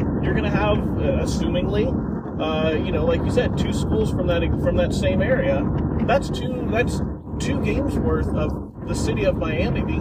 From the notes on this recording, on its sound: As they hit the road for CarCast 3! The guys find themselves in Lebec, California on their way to Los Angeles for Wrestlemania weekend.